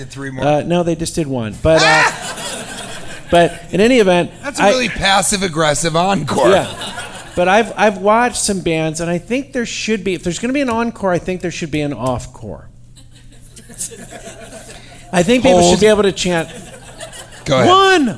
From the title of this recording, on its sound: Live from Utah